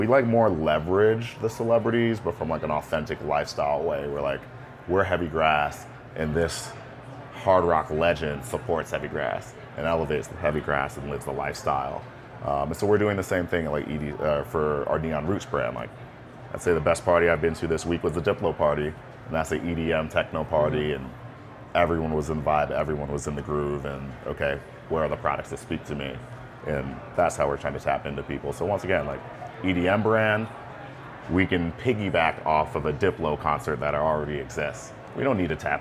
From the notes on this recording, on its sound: Live at MJ Unpacked in Las Vegas. The conversation was recorded live at a podcast booth during MJ Unpacked.